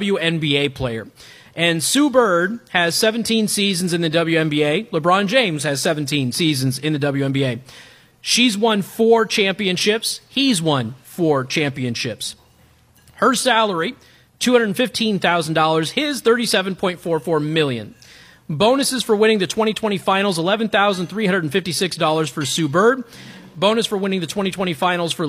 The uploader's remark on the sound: Live from Pass the Mic at Monterrey Mexican Bar and Grill!